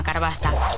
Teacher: quan hi ha una vocal neutra, una E, entre una consonant random i una R, o entre una R i una consonant random, aquesta neutra sol desaparèixer